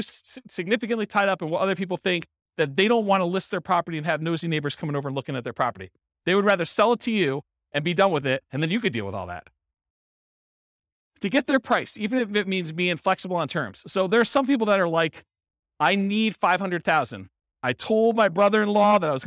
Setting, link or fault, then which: setting, live audience